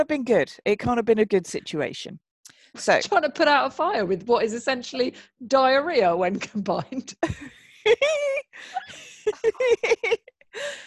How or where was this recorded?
video call